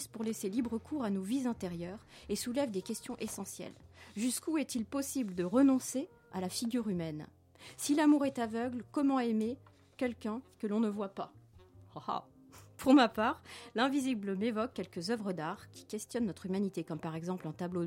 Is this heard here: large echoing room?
no